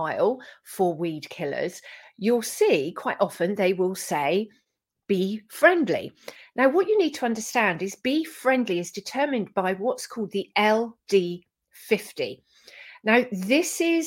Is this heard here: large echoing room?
no